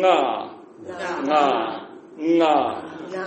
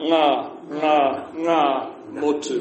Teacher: So that nga might block your nose a bit. And so instead of nga, it's like winger, but just without the w.